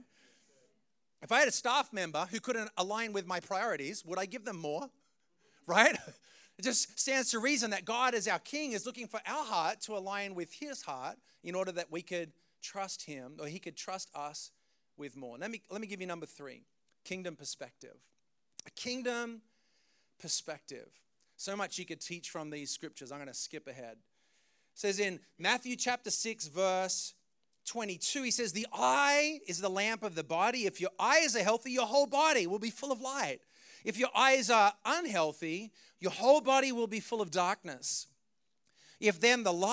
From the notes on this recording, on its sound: preached this message on June 18th at our Brooklyn community